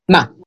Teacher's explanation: Sharp, flat, just drops down. · Term: fourth tone